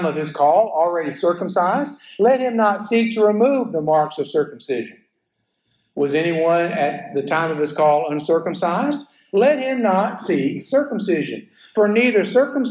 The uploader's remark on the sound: a sermon I preached at First Baptist Church Florala